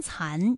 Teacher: 残字呢是前鼻音，有前鼻韵母安。好，那么关于带安的前鼻韵母啊，我们再放到一起对照，再来看一看它们的发音要领。首先安发音的时候呢，起点元音是前低不圆唇，元音啊，舌尖抵住下齿背，舌位降到最低，软腭上升，关闭鼻腔通路啊。那我们从前啊开始，舌面升高，舌面的前部抵住硬腭的前部，当两者将要接触的时候，软腭下降，打开鼻腔通路，紧接着舌面前部与硬腭的前部闭合，使在口腔受到阻碍的气流从鼻腔里透出，口型由开到合，舌位移动比较大。